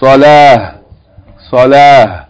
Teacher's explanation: Like ha on the end, without any vowel.